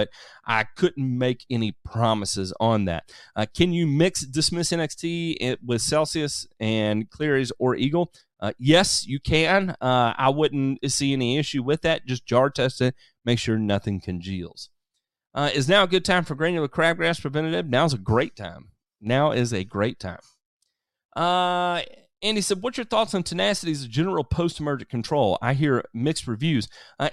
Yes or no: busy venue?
no